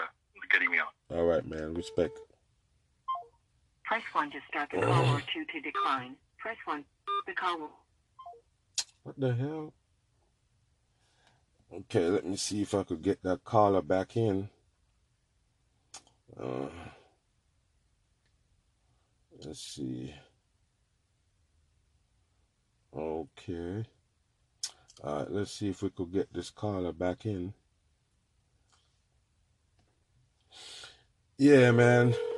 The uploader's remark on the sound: FIRST CALL IN EPISODE